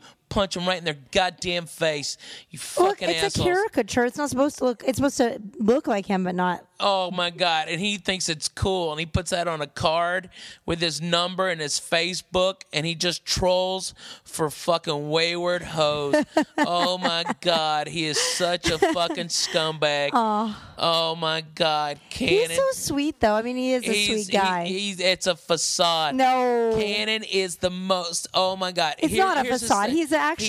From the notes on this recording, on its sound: live from Mercy Lounge